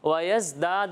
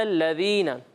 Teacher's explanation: زا میں تو سیٹی کی آواز آئے گی لیکن الذين ذال میں سیٹی کی آواز نہیں آئے گی